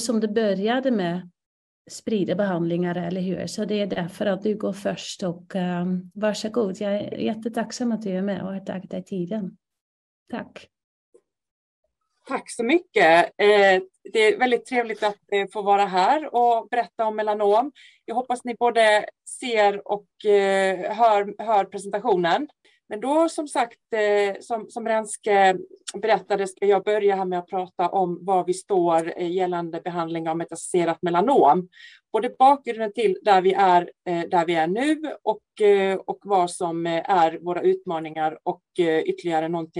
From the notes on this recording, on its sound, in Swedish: Ljudinspelningen från SOF:s webbinarium om melanom.